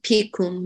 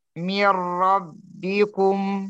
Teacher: خير خير خيرم ليس خيرم رين رقق الراء خيرم خيرم من ربكم لا مرة مرة من ربكم ليس بكم لا تهمس الباء الثانية هاتيها مجهورة · Shown in: second take